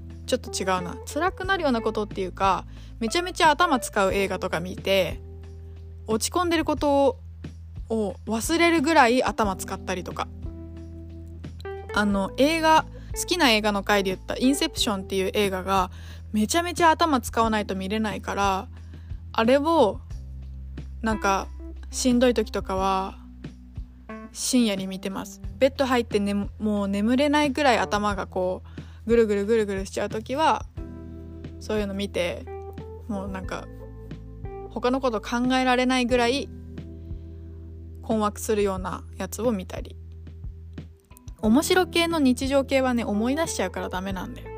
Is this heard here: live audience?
no